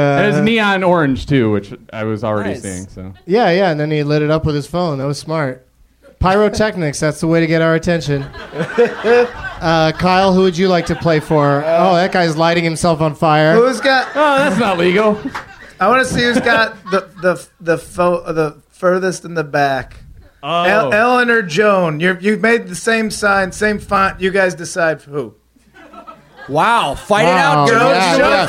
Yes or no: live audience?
yes